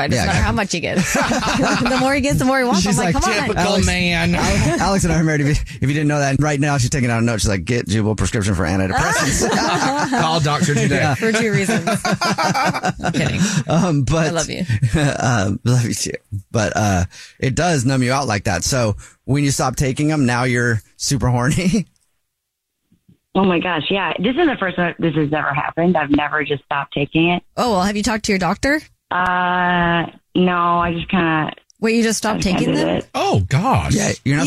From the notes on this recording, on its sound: There is a woman on the phone